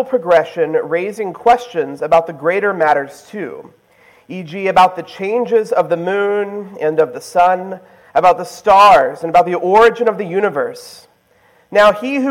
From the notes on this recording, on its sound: This is the presentation I gave at the Society for Classical Learning Conference in June 2023.